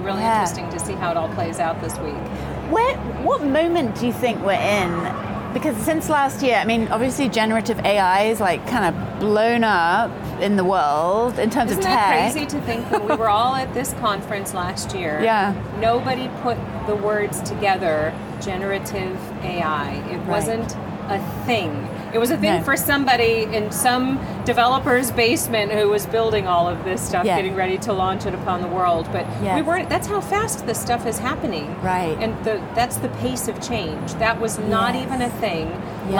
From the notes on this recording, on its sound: Unum took its Gartner Marketing Award-winning HR Trends podcast studio on the road (again) to the 2023 HR Technology Conference & Exposition , held October 10–13 in Las Vegas. Unum took its Gartner Marketing Award-winning HR Trends podcast studio on the road (again) to the 2023 HR Technology Conference & Exposition , held October 10–13 in Las Vegas.